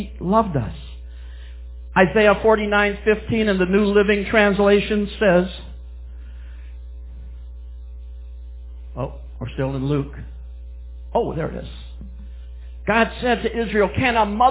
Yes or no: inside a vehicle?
no